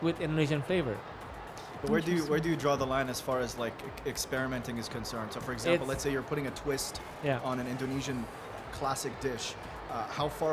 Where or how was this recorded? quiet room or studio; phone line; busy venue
busy venue